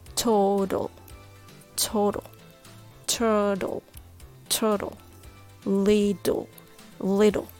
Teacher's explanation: If you want to sound more like American, you might want to replace the T sound with a soft D sound